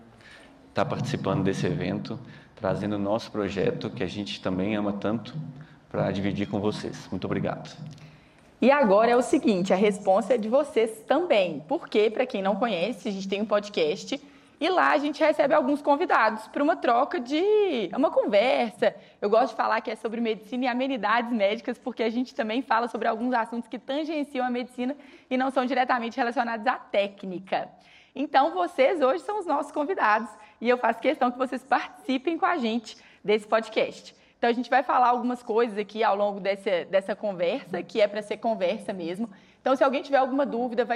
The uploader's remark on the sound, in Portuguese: Gravado ao vivo no XII Congresso SAMMG